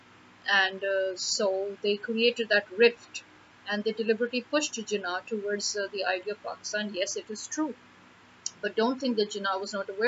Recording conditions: distortion